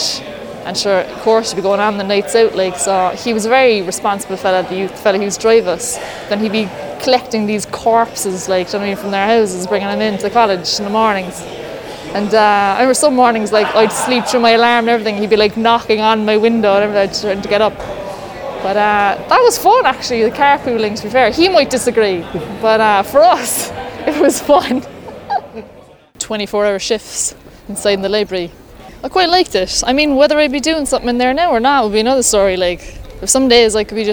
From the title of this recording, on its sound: Walk & Talk